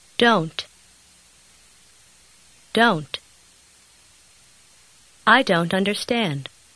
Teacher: Заметьте, что звук t в конце слова почти исчезает.